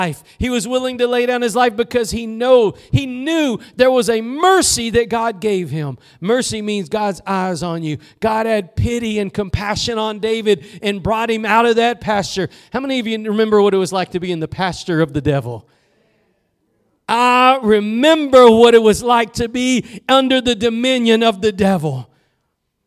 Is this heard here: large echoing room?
yes